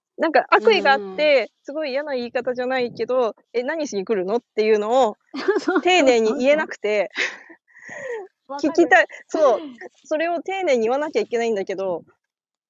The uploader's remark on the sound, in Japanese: 農作業しながらライブ。音声の品質はまだまだ模索中。